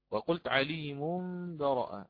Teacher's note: نون ساكنة تولدت عن التنوين بعدها حرف الباء، فيكون عندي القلب قلب النون الساكنة ميما بإخفاء مع الغنة